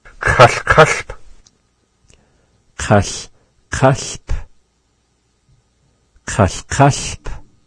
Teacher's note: You can hear it ever so slightly at the end of our word there, the P at the end. P-p. Chal-kalp.